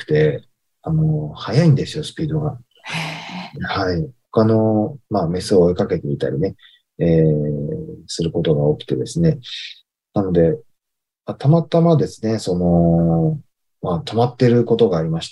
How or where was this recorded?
video call